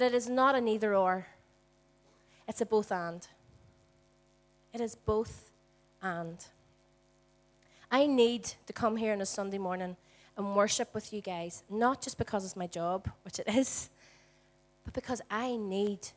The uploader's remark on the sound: Recorded at our Storehouse Venue on 22/04/18.